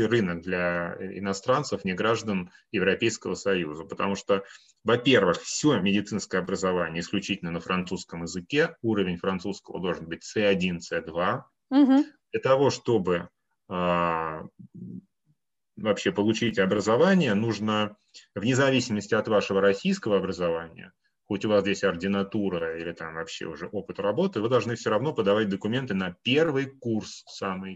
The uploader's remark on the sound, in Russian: Данный подкаст - запись вебинара, который проводили совместно Students International и Campus France. Представитель Campus France отвечает на вопросы слушателей.